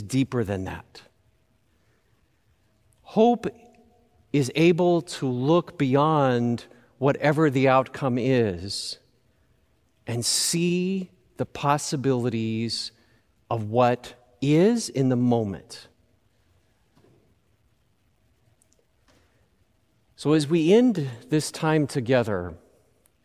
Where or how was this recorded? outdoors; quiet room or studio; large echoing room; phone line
large echoing room